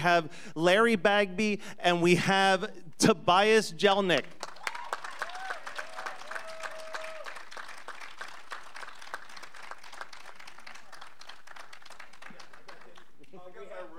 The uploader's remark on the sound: Live At Creature Feature Weekend 2023